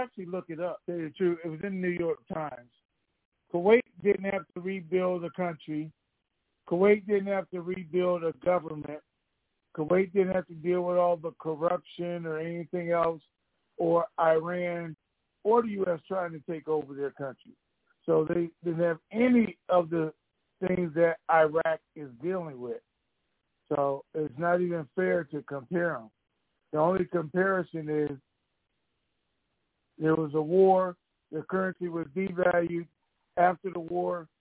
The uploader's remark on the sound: TNTSuperfantastic Conference Call